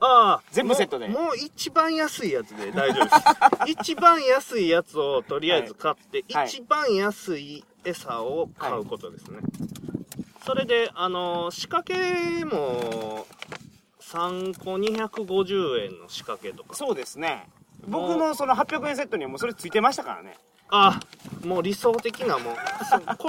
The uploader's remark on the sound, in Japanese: 高知県土佐市宇佐の中堤防で釣りをしながらの収録です。